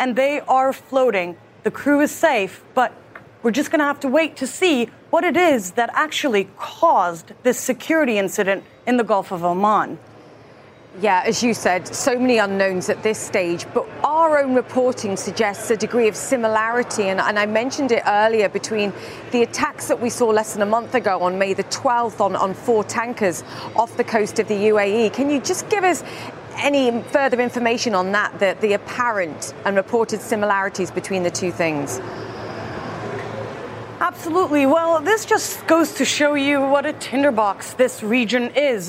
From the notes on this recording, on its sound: live from the New York Stock Exchange